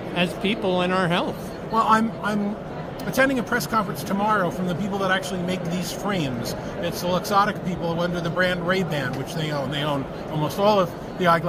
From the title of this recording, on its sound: Live From CES 2024